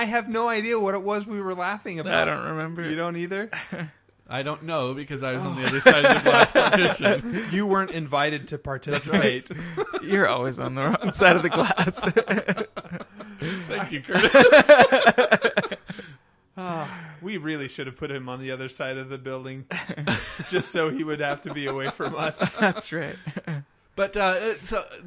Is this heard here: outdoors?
no